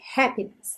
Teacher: essa palavra happiness normalmente tem a sílaba tônica na primeira sílaba